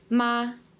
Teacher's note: the first tone is a steady, flat tone, and it's a high tone